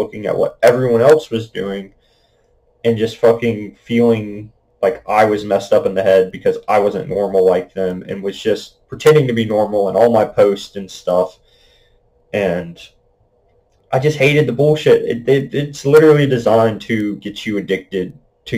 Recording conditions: poor microphone